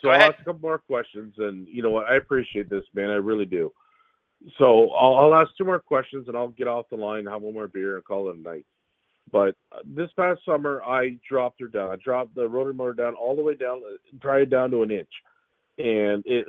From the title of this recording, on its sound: Thirsty Thursday: Live Calls (10/27)